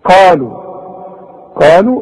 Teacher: القاف من اعلى حروف التفخيم وبعدها الف، والالف من الايه المدود الطبيعية قالوا، واللام برضو جات لك بعدها واو.